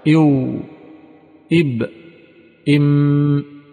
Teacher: فالواو مع فرجة بين الشفتين، والباء بإطباق وشدة، والميم بإطباق وانفلات للصوت من الخيشوم. الواو مع فرجة بين الشفتين، والباء بإطباقهما وشدة، يعني منع للهواء والصوت، إب، والميم بإطباقهما ونفاذ للصوت والهواء من الخيشوم.